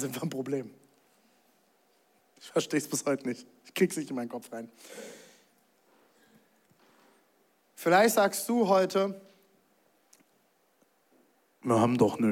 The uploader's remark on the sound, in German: Zeal Church Leipzig. Audiomitschnitt der Predigt.